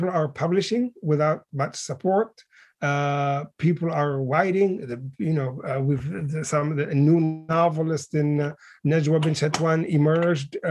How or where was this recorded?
video call